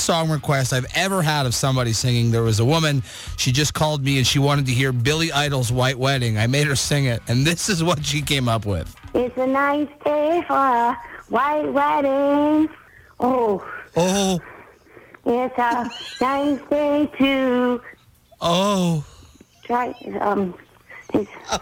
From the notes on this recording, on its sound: A woman called in this afternoon all hopped up on something to request a song.